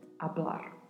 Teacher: A particularidade de pronúncia fica aí a cargo do vibrato do R ao final da palavra